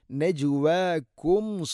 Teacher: ജീമിനെ ഖൽഖല ചെയ്യണം, കേൾക്കണം